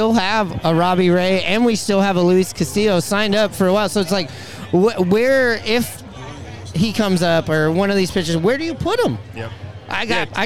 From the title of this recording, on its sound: Recorded from Pioneer Tacos & Tequila!